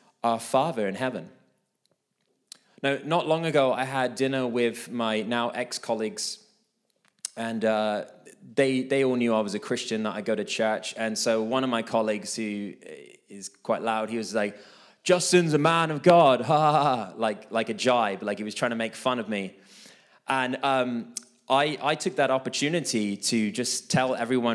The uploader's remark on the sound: This message was recorded live at our Malmö Gathering on Sunday, October 22nd, 2023. C3 Church Malmö & Lund.